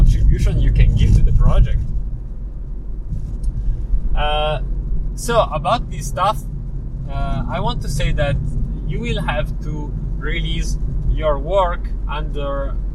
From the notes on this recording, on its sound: This time I tried a "car rambling podcast", where I record while I drive and stop the recording only when reaching the destination